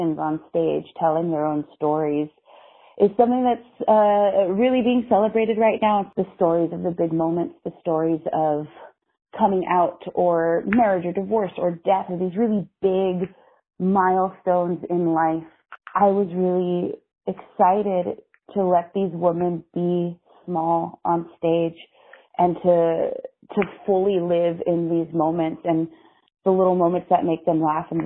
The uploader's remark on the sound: I spoke on the phone